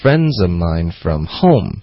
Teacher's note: 可是 mine 的这个音节加了一个重音了，所以就是把那个重音去掉